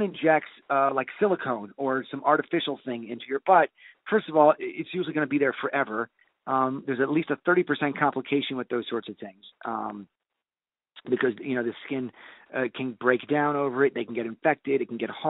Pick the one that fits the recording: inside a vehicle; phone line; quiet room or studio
phone line